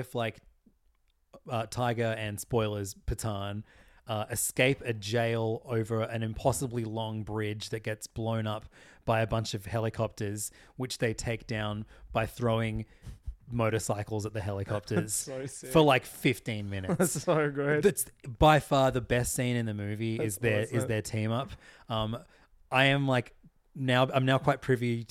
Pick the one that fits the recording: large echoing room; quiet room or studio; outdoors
quiet room or studio